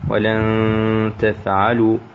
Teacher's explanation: إخفاء النون ساكنة قبل التاء